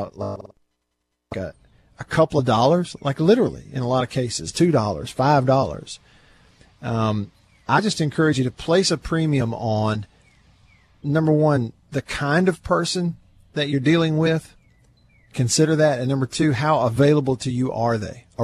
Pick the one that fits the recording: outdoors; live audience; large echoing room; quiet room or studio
outdoors